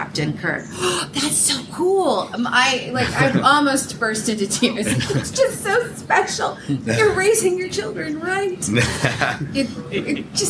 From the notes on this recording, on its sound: Live from Shore Leave 40. With a live audience.